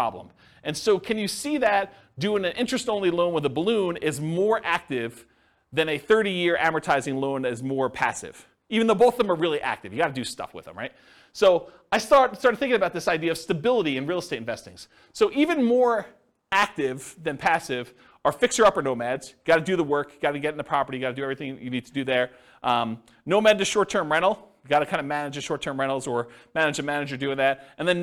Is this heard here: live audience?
yes